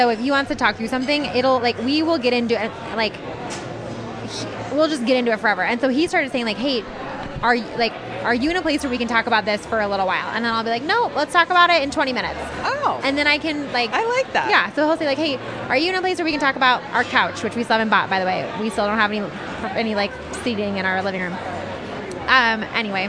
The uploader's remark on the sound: This week we take our mics out into the wild and podcast from a coffee shop in Downtown Denver. Sit back and enjoy the ambiance.